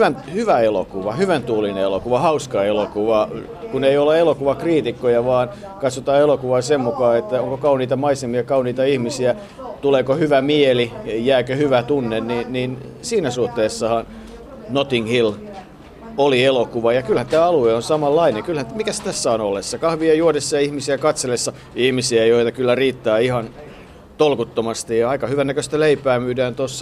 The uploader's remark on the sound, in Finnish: Ovat siis suunnanneet kulkunsa lauantaiselle aamukahville Nottinghilliin, jossa perusbrittiläiseen tapaan äänityspäivänä satoi Lontoon reippaasti.